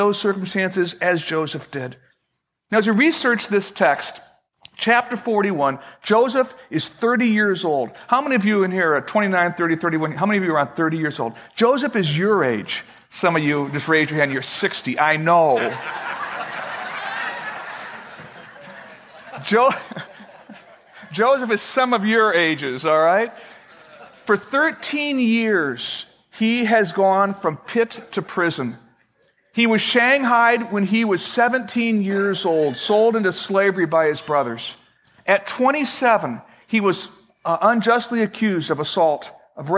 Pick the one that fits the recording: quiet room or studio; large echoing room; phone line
large echoing room